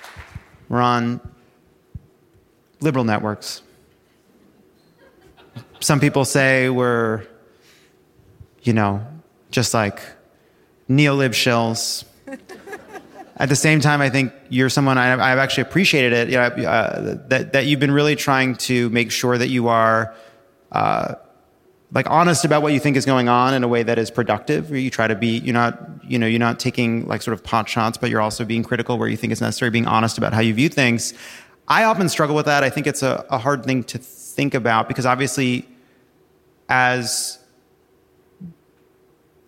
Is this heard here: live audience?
yes